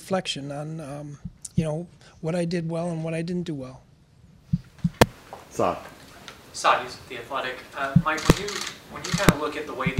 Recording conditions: busy venue